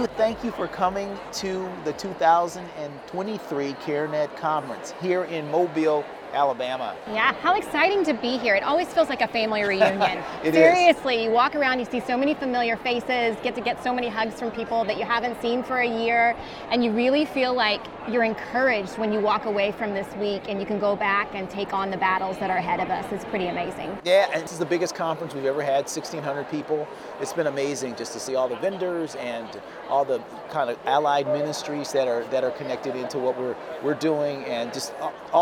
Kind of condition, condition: setting, busy venue